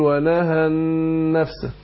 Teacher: سبب تشديد النون في النفس ان هي اللام ادغمت